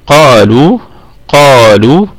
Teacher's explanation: وتكون اللام من طرف اللسان ونراعي فيها الترقيق أنها حرف مستفل · Term: ترقيق اللام